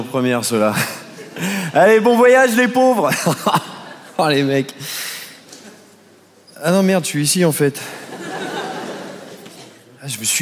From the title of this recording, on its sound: Montreux Comedy Festival 2023